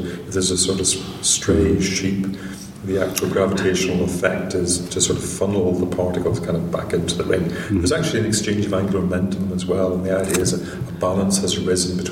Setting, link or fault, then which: setting, busy venue